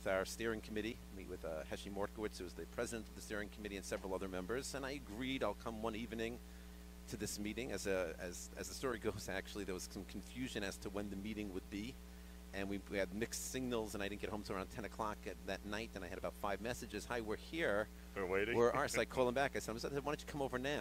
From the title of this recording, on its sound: Live from Yeshivat Noam Yom Ruach